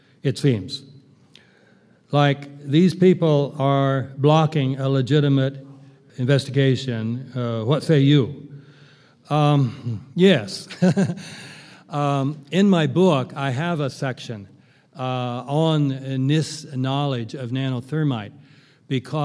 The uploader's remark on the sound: keynote address at the 5th Annual 9/11 Film Festival in Oakland, California